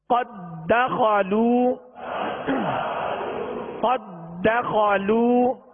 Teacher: یعنی قد داخلو نہیں پڑھیں گے، دال کو دال میں مکمل داخل کریں گے · Term: ادغام مثلین تام